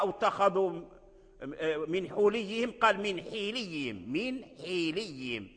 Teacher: بكسر الحاء، لأن الميم ديال مين مكسورة، فأتبعوا كسر الحاء لكسر الميم · Term: الاتباع